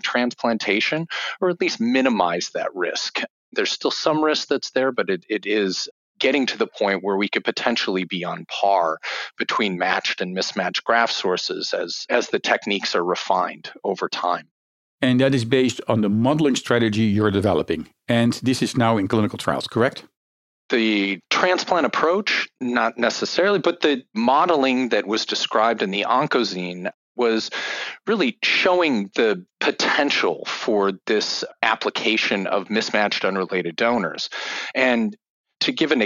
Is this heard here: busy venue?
no